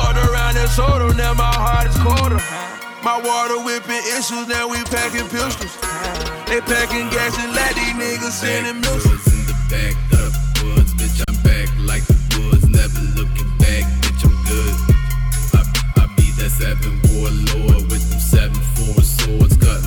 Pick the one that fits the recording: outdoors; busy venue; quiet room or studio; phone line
busy venue